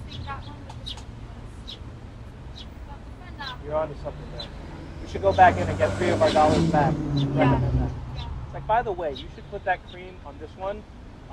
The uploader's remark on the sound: This is a first run of that experience in real-time, with literal munches on doughnuts as well as a lot of background noises happening during this recording. The recording is a little crude, as we decided to do an impromptu recording on our phones sans podcast equipment. Since it was our first test run, technical difficulties ensued during the process, which was caught in the audio.